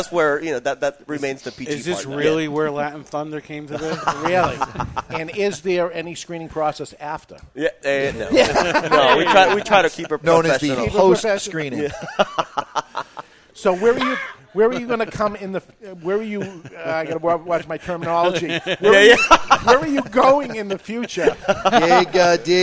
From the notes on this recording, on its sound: The Camacho American Barrel Aged Tour rolls through Nashua, New Hampshire and we broadcast live from the event at Two Guys Smoke Shop.